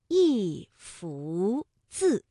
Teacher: 一幅字的幅是二声，那么一啊就读四声